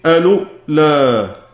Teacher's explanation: طيب النقطة الرابعة، قال وتهمز واوه لقالون حال النقل بدءا وموصلا. الواو في كلمة الأولى تهمز حال النقل لقالون وحده